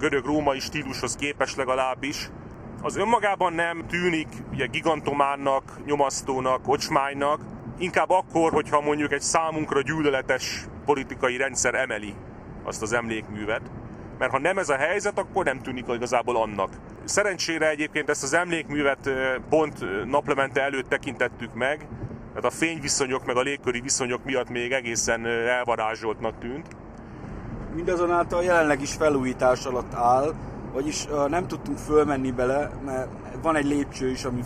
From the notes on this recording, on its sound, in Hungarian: a 2022 decemberében, útközben készített felvételekből